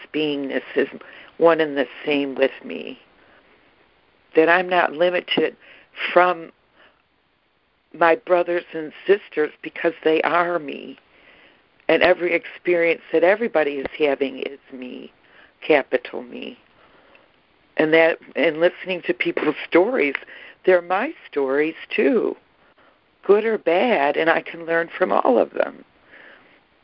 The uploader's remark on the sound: ACIM Daily Conference Call